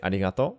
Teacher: You can drop the u and say arigato, but it's super casual.